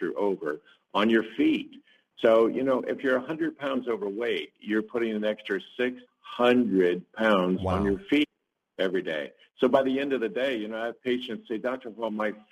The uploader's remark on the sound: Many live calls in today's show